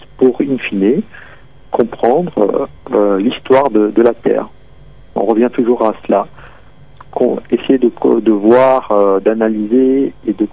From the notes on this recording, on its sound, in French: Astrophysicien à l'observatoire de Paris (par téléphone).